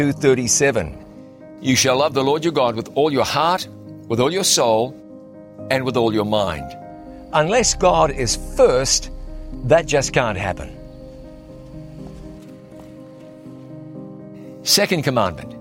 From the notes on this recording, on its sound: on location at the site of the world’s largest Ten Commandments